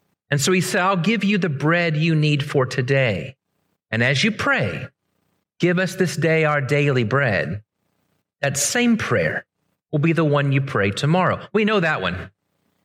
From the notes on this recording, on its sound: Originally preached at the West Side Church of Christ (Searcy, AR)